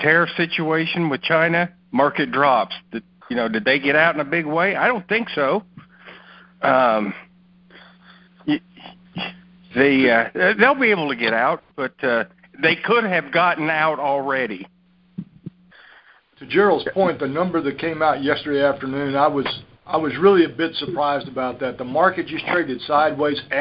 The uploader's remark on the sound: May 2018 Monthly Conference Call.